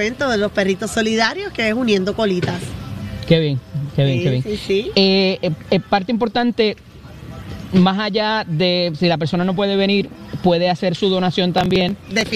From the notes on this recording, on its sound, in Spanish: Hoy en directo desde el Coca Cola Music Hall.